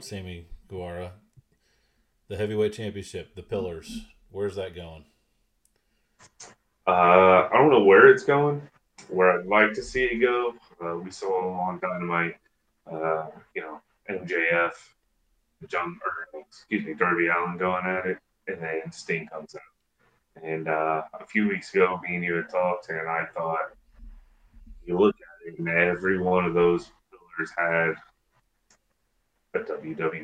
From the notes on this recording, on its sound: Forgive the audio, it's the first show.